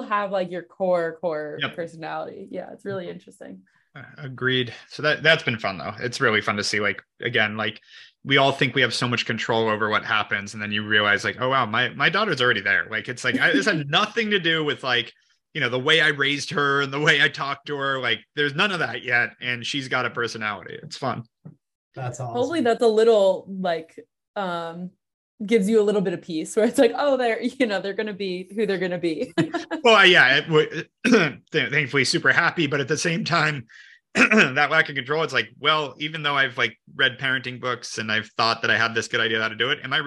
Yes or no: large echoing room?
no